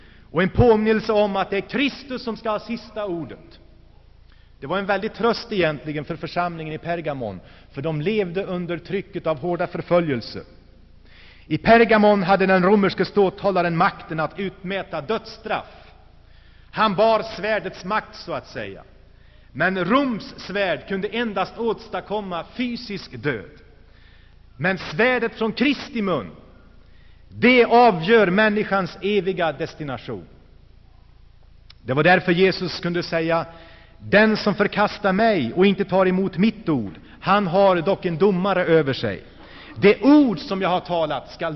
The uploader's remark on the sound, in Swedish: Inspelad i Saronkyrkan, G&#154;teborg 1984-11-04